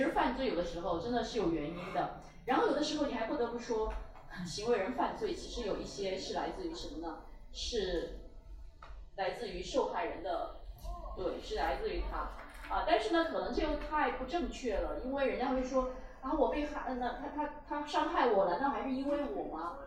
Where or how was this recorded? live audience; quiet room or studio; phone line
live audience